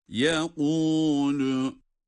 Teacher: Yani yekulu şeklinde kalın bir ses değil. Kaf harfi kalındır. Onunla okunan ötre, lam ile okunan ötre sesine göre daha kalındır.